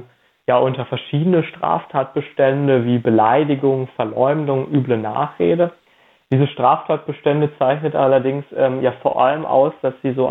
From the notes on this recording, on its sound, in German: Telefoninterview